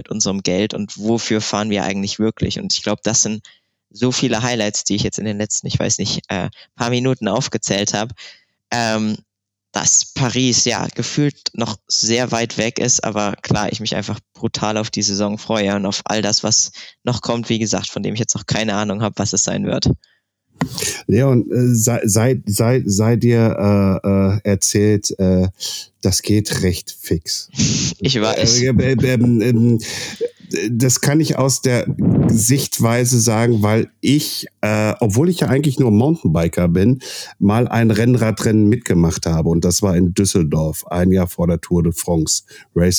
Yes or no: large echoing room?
no